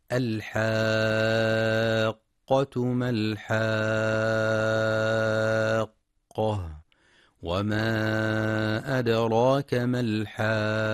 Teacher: في كلمة الحاقة التي تكررت 3 مرات مد لازم كلمي مثقل يمد بمقدار 6 حركات، لأن حرف المد الألف جاء بعده حرف مشدد القاف التي أصلها ساكنة ومتحركة، وهذا السكون ثابت أصلي في الكلمة.